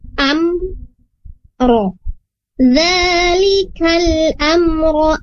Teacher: amro jangan dipentulkan huruf mimnya saat sukun